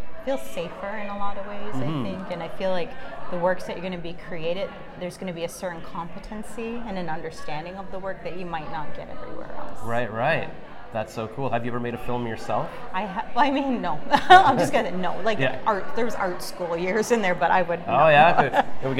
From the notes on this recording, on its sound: at their press launch (Sep 15, 2023) during #TIFF23